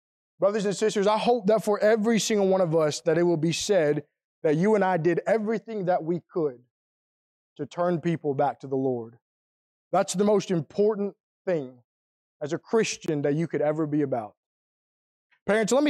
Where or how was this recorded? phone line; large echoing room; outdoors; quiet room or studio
large echoing room